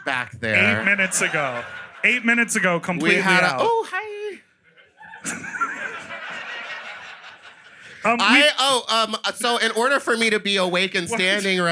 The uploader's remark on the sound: Sloppy Seconds Live show recorded at The Sultan Room in Brooklyn